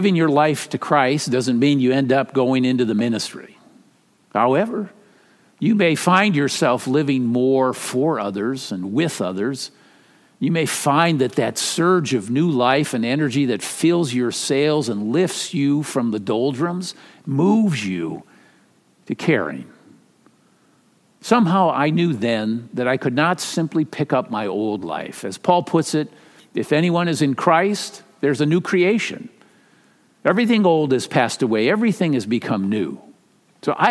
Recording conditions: large echoing room